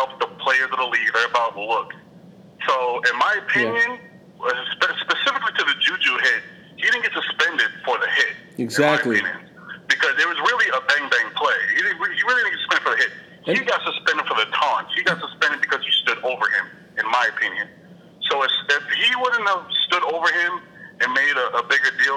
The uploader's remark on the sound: Phone Call